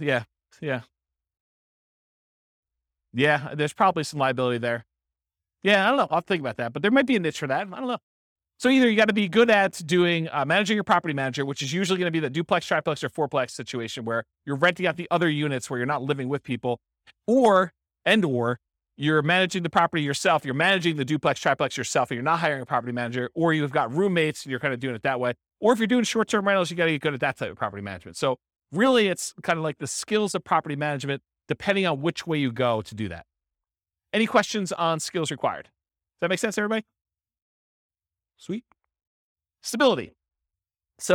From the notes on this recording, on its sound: This was a live class recorded